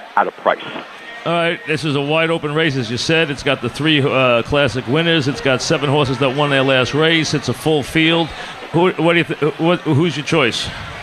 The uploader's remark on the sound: Live at Bar.